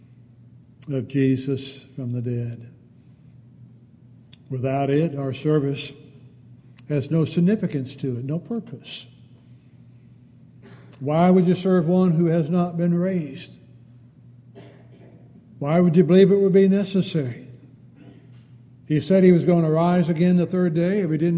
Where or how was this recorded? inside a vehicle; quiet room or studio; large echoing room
large echoing room